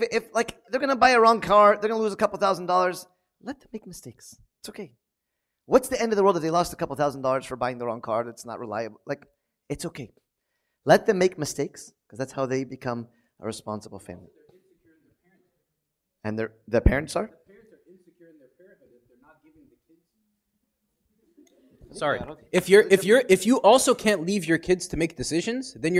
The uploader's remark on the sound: Hosting a Q&A session with the congregation in relation to marriage.